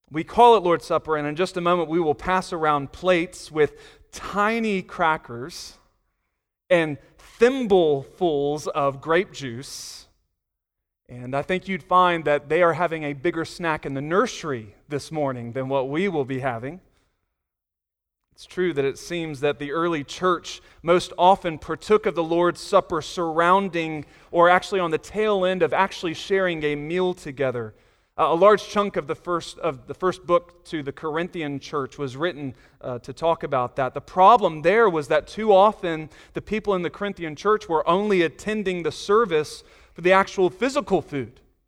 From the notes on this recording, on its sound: Sunday Morning Sermon Audio